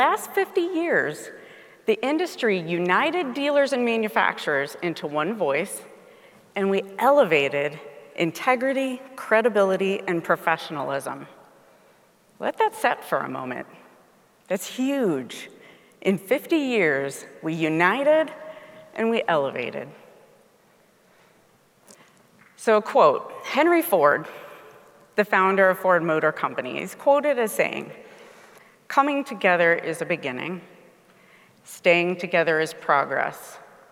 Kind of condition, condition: setting, live audience